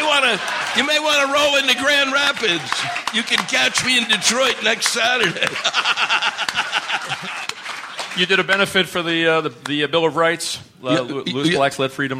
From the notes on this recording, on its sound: A memorable LIVE interview. Recorded at the late, great Caroline's Comedy Club.